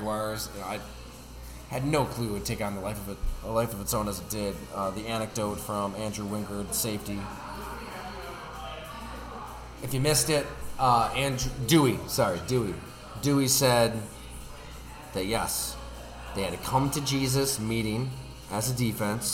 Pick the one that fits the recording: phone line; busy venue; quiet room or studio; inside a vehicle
busy venue